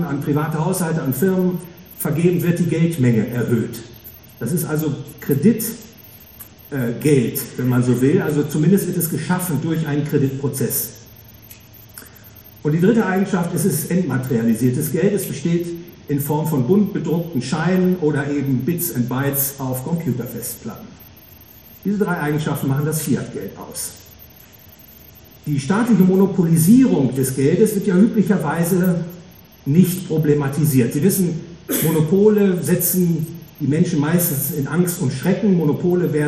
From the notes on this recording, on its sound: Gehalten auf der "World of Value". Frankfurt a.